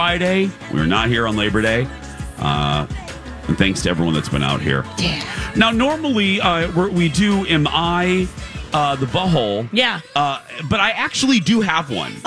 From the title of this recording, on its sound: At The MN State Fair